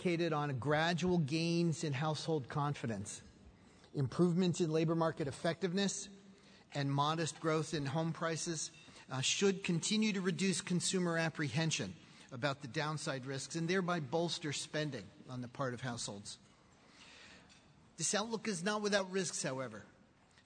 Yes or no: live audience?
yes